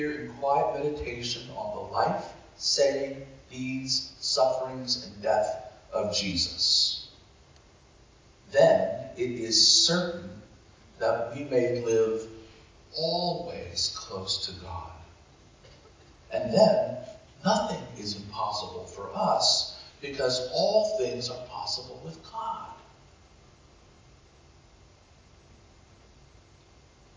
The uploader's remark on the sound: Apologies for the audio quality this week. Due to some technical difficulties we couldn't record using a direct feed.